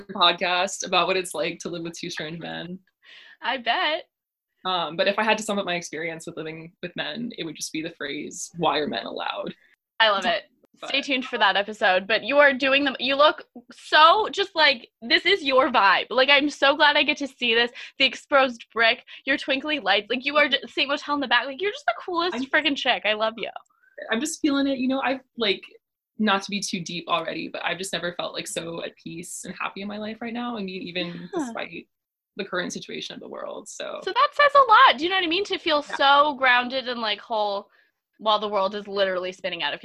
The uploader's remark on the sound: this time from the virtual Zoom studio